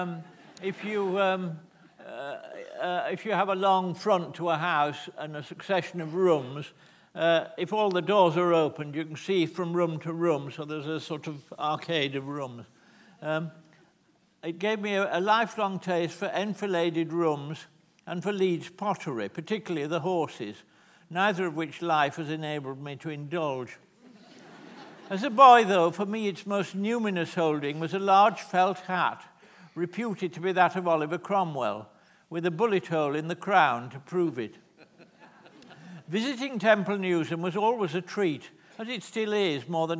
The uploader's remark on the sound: This is a recording of a live Platform event from November 2012.